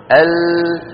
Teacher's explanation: فينحرف بعض الصوت عن يمين اللسان وبعضه عن يسار اللسان، ثم يتابع طريقه إلى الخارج كما نرى في الصورة التي على يمين اللوحة، كيف أن هذان السهمان الأبيضان يدلان أن الصوت يأتي من الطرفين. · Term: اللام